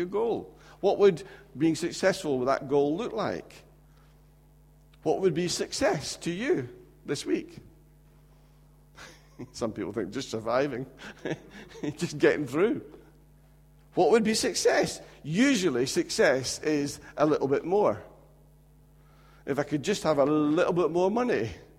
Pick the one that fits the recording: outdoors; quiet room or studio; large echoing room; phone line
large echoing room